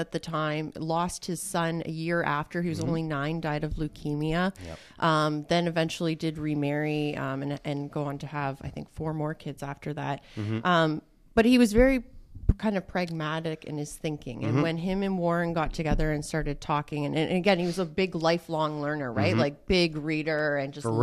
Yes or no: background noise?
no